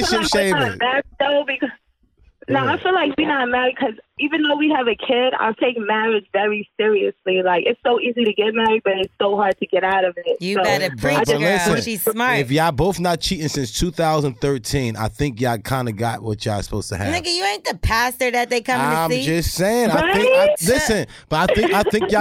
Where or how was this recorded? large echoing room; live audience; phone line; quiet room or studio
phone line